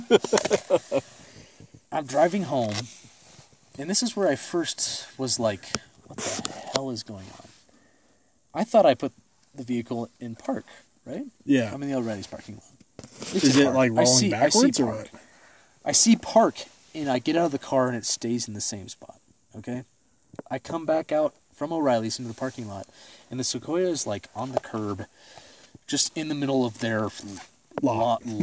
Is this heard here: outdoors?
yes